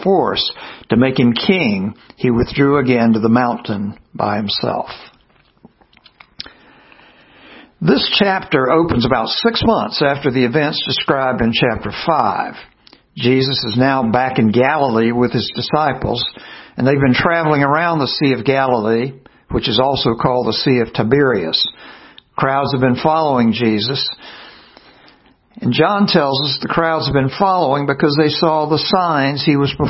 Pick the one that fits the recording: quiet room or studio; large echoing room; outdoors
large echoing room